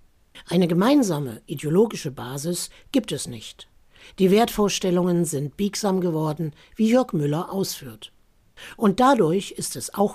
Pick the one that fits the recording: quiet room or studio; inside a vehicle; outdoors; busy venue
quiet room or studio